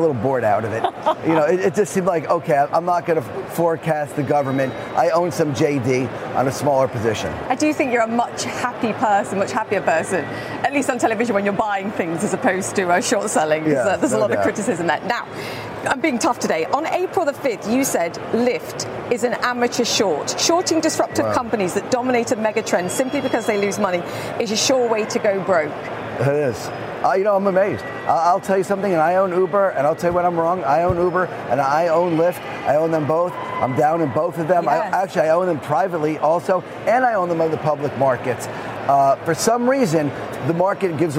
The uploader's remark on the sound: live from the New York Stock Exchange